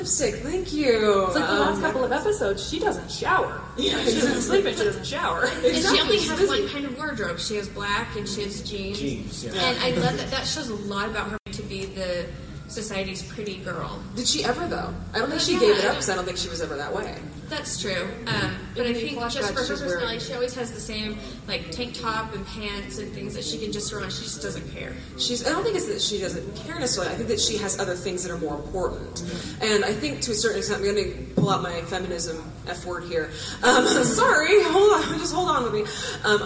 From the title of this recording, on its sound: Panel FanX 2016